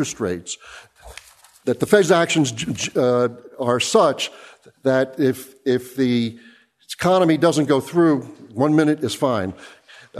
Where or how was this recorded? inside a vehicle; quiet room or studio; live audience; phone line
live audience